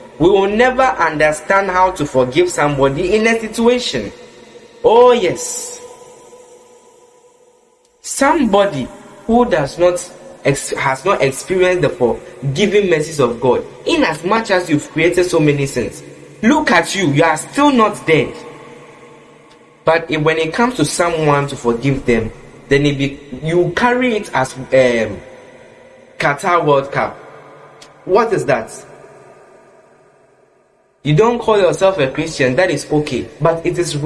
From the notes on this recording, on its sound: Preached at the Qodesh Family Church Leamington Family Service, LIVE from the Love Arena Church, Accra - Ghana